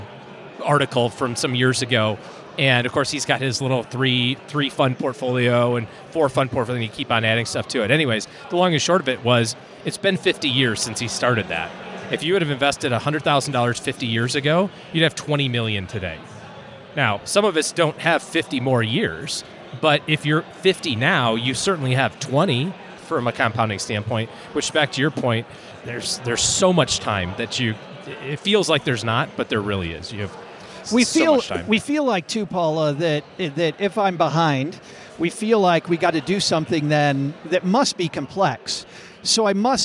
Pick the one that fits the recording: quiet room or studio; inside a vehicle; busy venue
busy venue